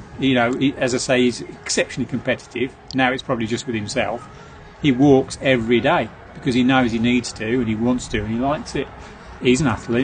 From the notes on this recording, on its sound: Last year we recorded our show live from the pub and it proved to be quite popular with the coaches and the listeners, so we’ve continued the trend this year. The White Lion.